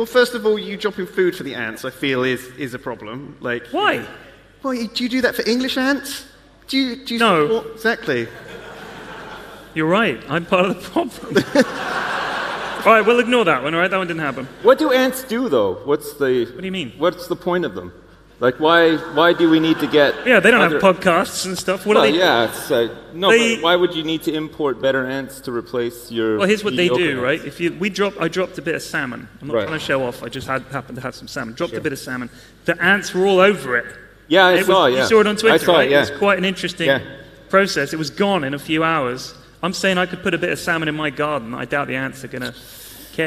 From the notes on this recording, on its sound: Live from YogCon